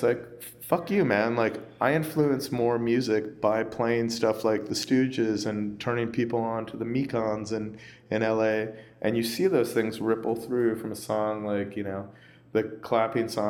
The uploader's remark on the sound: In an interview recorded on the final night of Lollapalooza 2015 at the Virgin Hotel in downtown Chicago.